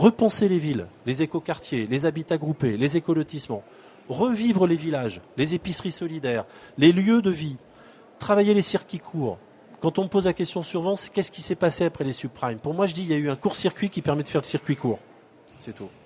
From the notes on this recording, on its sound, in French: Le plateau de Fréquence Terre sur le salon planète durable en Avril 2011. Enregistrée au salon planète durable en Avril 2011.